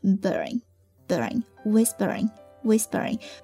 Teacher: 唱的比较快，尤其是后面的 bring,字母 P 要浊化成 B